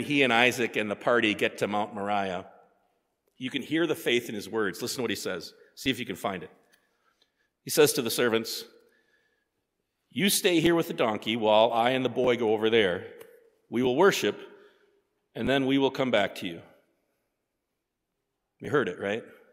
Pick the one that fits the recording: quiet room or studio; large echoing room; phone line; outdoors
large echoing room